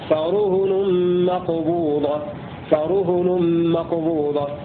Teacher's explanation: بضم الراء والهاء من غير ألف